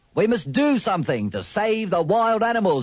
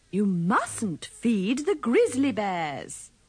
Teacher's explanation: In these sentences, remember to pronounce the U of must with the schwa and the U of mustn't with the sound of the U in cut